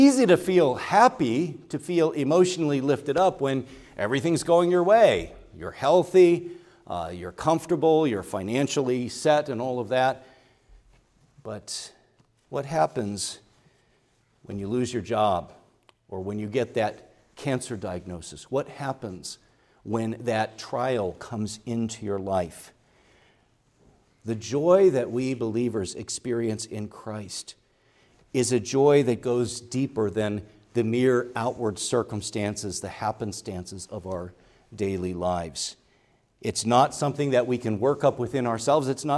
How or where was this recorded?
large echoing room